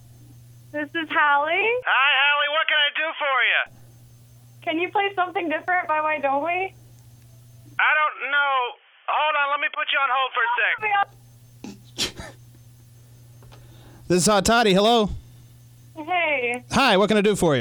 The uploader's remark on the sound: reverse prank phone calls someone